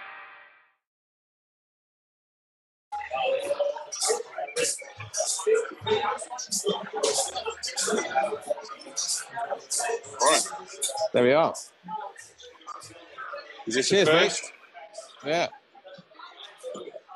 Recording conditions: background noise